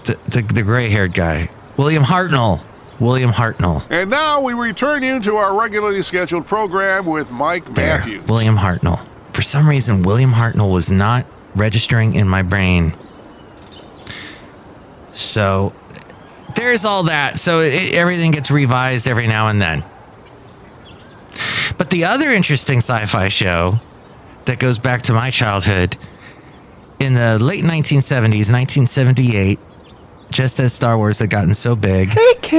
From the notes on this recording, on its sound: podcasts live from Café Anyway